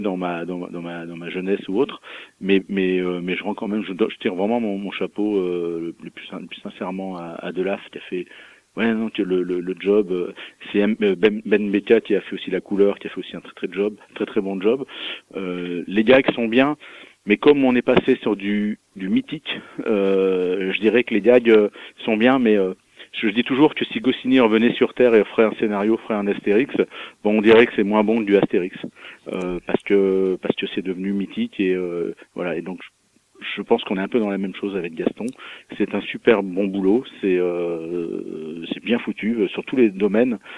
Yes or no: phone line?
yes